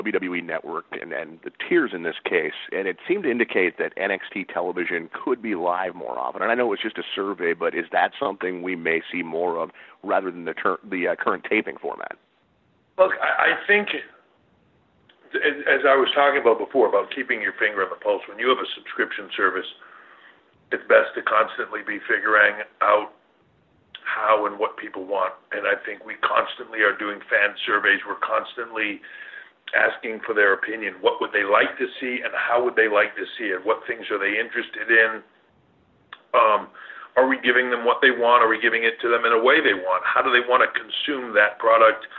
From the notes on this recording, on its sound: Pre Takeover Conference call.